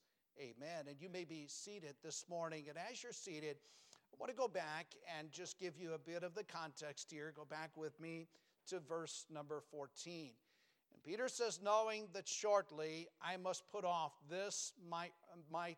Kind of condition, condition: setting, large echoing room